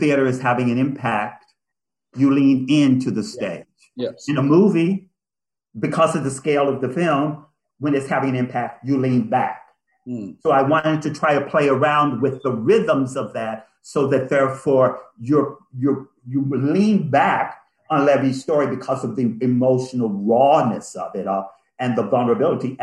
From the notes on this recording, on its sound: Spoiler-filled virtual Q&A.